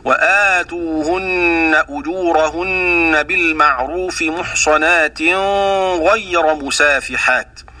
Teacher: عند وصل كلمة محصنات بكلمة غير أخفى أبو جعفر النون في الغين مع الغنة · Term: الإخفاء